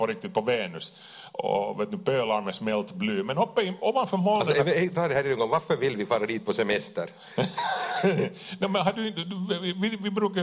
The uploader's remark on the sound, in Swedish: Livepodd inspelad på Tölö gymnasium.